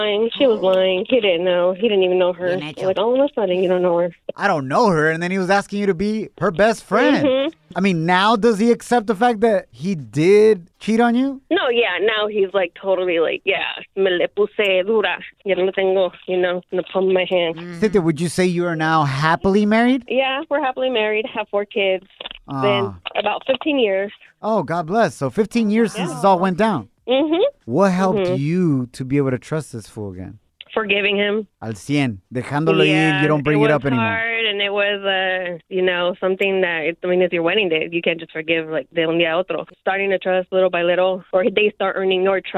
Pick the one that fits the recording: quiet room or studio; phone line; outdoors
phone line